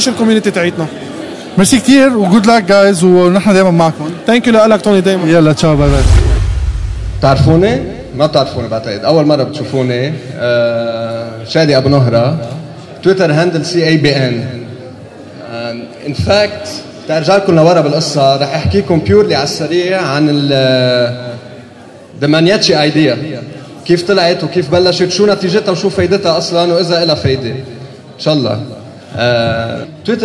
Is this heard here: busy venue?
yes